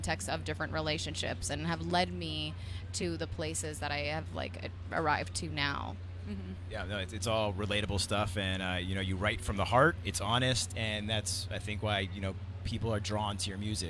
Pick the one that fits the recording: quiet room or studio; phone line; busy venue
busy venue